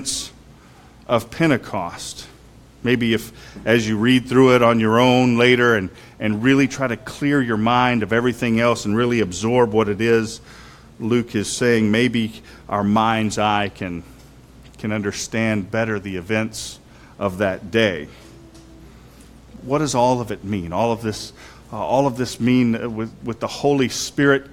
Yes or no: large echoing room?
yes